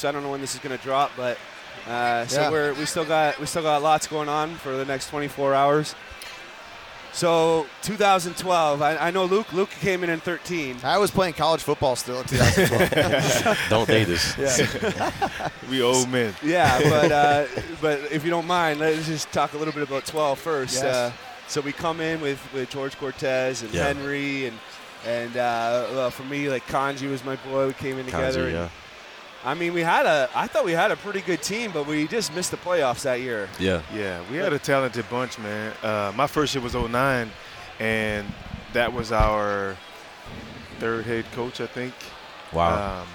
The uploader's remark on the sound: At the Grey Cup Festival in Hamilton.